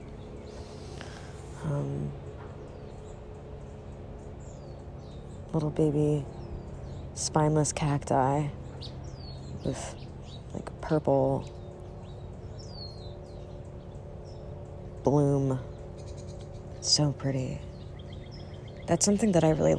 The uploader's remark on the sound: Recorded from the backyard. Lots of birds.